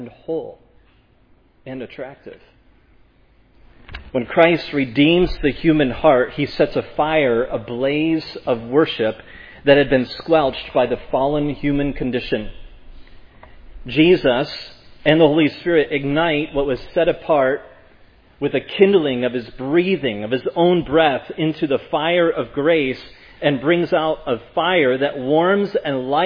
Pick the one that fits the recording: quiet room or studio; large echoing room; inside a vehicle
large echoing room